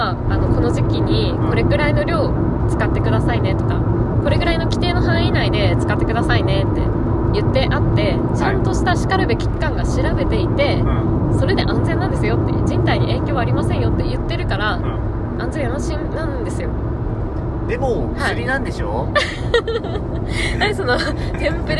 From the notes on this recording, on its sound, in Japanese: 車の中で収録してます！騒音うるさいかも！ごめんなさい！